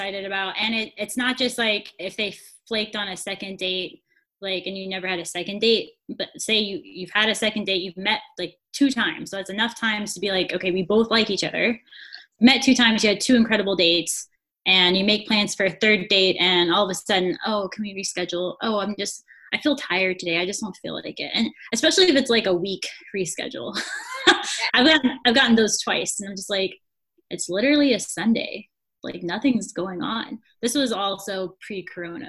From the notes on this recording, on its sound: Our first Zoom recording episode!